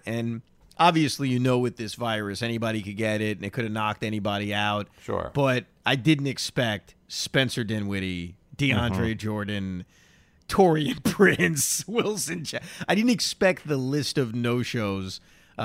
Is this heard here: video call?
no